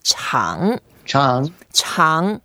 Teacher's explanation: 长 is the third tone. So we go down a bit and then up.